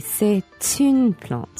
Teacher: c'est is followed by a vowel word. You pronounce the T at the end. · Term: liaison